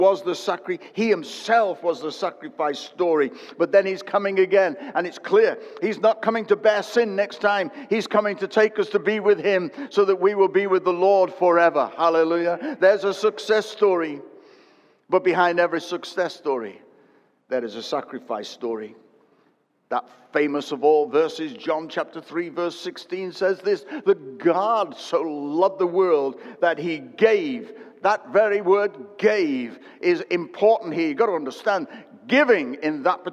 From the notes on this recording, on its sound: Recorded at Destiny Christian Church, UK, WF1 4AF.